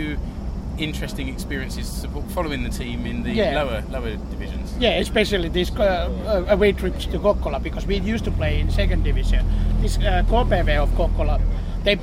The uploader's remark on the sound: It was recorded on the coach to watch SJK vs KPV in the Suomen Cup in February 2018 – so there's a little background noise.